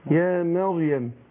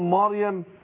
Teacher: أنا قلتها من شوية، لكن يعني لو واحد نطقها في الوضع الطبيعي يقول لي يا مريم، ماشي، أنا هرقق الميم وفخم الراء · Shown in: first take